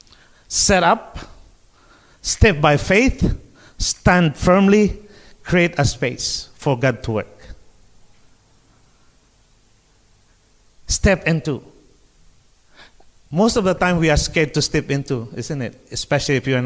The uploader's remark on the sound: Streamed Live from South Mandurah Uniting Church!